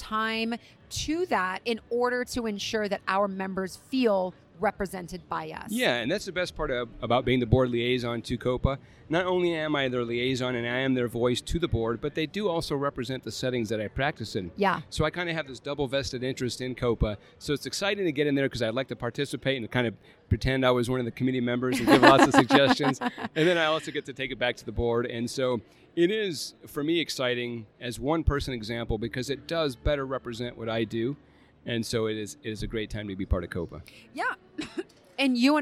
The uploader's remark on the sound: live from the Dragonfly Max Podcast Lounge